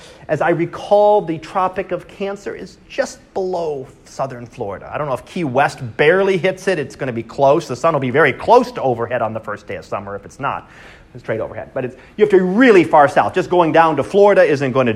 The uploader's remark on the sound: Live Class Lecture